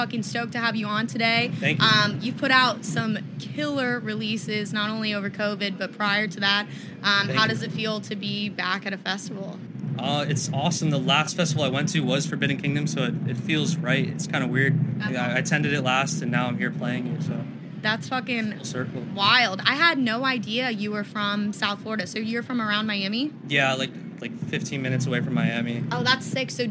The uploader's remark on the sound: LIVE FROM FORBIDDEN KINGDOM. This was filmed on site at Insomniac Event's festival Forbidden Kingdom.